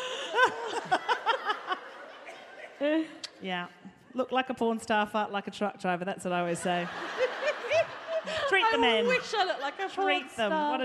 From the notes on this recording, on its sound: This episode was recorded LIVE at the Birmingham Podcast Festival in front of an actual audience.